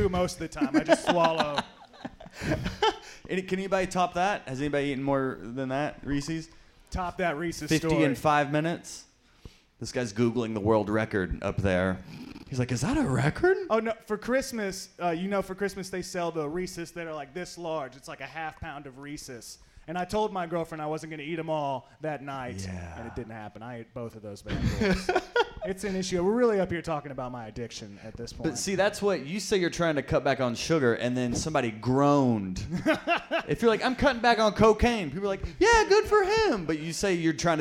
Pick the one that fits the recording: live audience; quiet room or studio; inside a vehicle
live audience